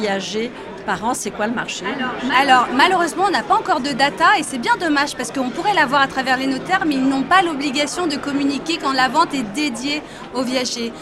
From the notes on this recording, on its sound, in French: Cet épisode de Mon Podcast Immo a été enregistré à Immo, le Congrès immobilier FNAIM 2023.